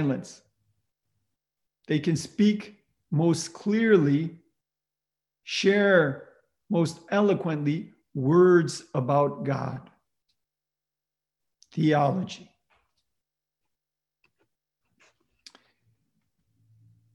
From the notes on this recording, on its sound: Presented by the Lumen Christi Institute, the Godbearer Institute, and the Collegium Institute. Originally delivered as a live web event.